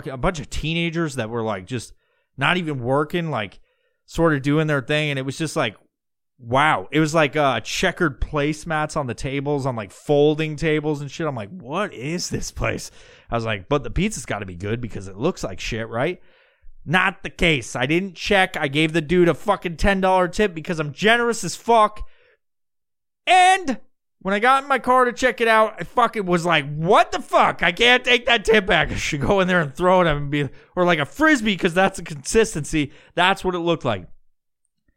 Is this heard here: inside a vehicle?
no